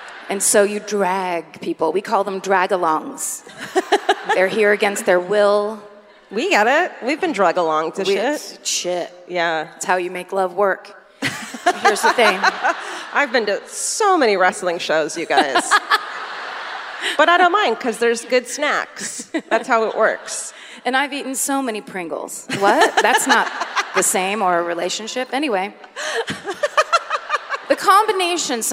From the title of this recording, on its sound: Live at the Community Center Theater in Sacramento